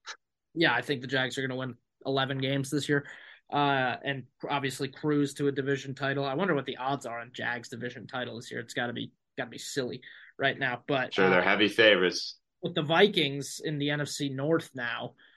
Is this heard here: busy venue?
no